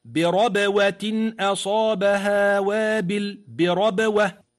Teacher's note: فالباء واضحة في الوسط ولكنها مقلقلة